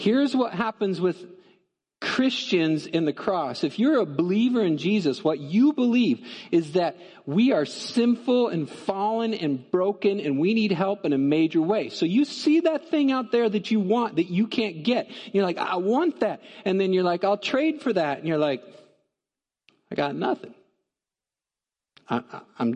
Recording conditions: large echoing room